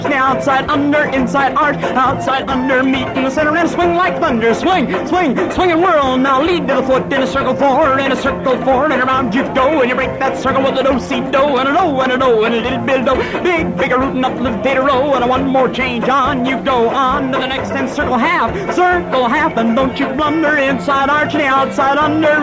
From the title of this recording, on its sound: Live Dance Recording of Santa Monica Jubilee (1950)